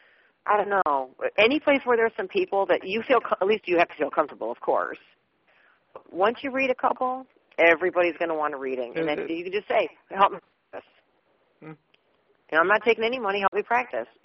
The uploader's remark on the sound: Open Phone Lines. We take calls from you the listeners about the Paranormal, Spirits and more.